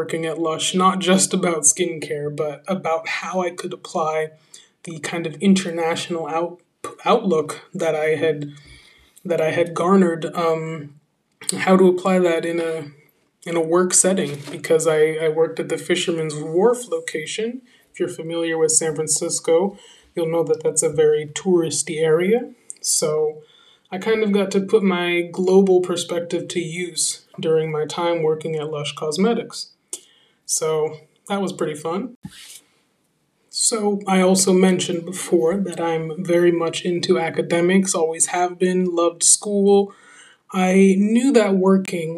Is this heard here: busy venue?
no